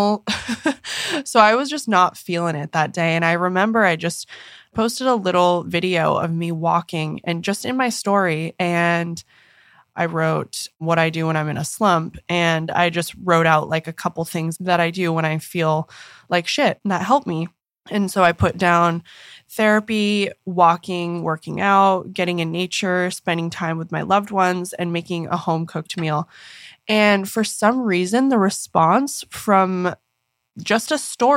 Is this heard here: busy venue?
no